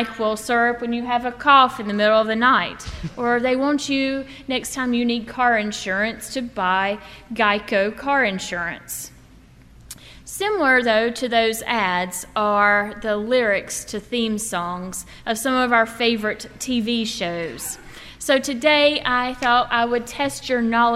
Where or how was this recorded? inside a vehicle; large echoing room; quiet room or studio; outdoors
large echoing room